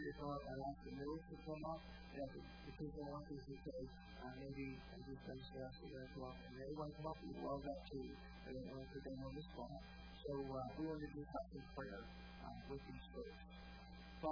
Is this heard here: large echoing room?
yes